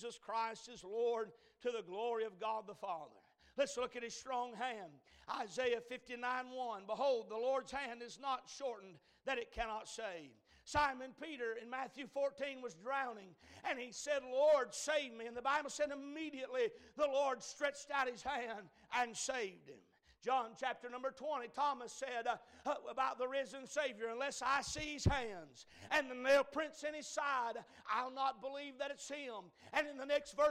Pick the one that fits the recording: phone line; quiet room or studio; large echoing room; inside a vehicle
large echoing room